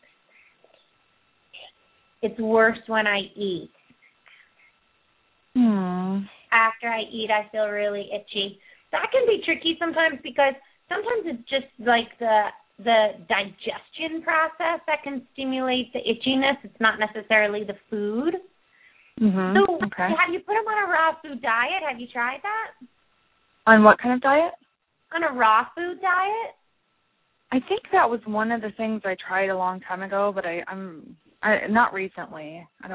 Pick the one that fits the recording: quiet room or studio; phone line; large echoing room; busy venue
phone line